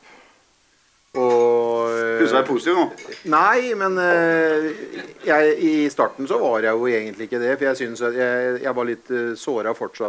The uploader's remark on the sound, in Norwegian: live fra puben